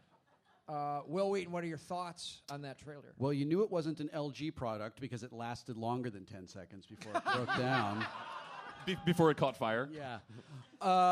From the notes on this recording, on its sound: Live from LA Podfest. Live from 2016 LA Podcast Festival.